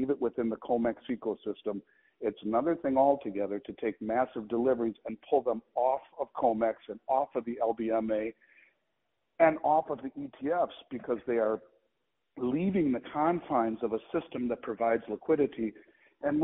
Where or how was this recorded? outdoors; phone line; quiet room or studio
phone line